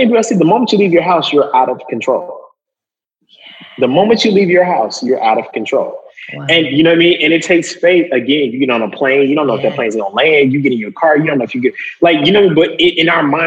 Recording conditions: video call